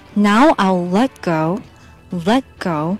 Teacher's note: 这个 let 和 go 中间这个 let 的小 t 可以把它弱弱的去掉。Now I'll let go let go 就是把 t 不发音，但是把 t 的位置空出来。Now I'll let go